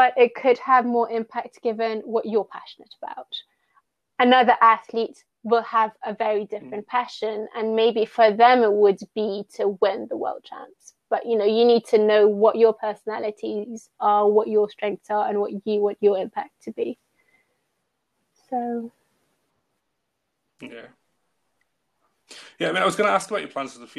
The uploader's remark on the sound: Due to a few issues in recording this episode there is some lag and overlap towards the end of the conversation. It's a common problem when recording online.